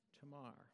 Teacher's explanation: Put that emphasis on that last syllable.